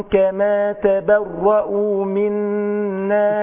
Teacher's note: الراء مشددة، وزي ما الإمام الجزري قال وأخف تكريرا إذا تشدده، يعني ما أقولش أقول إيه كما تبر يبارك الراء أو تبرأ بس راء واحد.